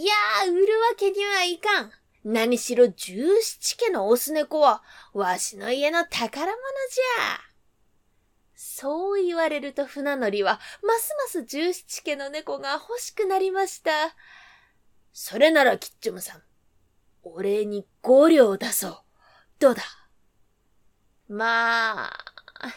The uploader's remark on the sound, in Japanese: 自宅録音ですのでノイズなどはご了承くださいませ。